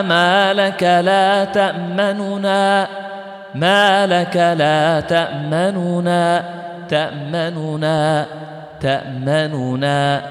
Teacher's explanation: تفك الإدغام وتحرك النون بالضم وتأتي ببعض حركة النون · Term: الروم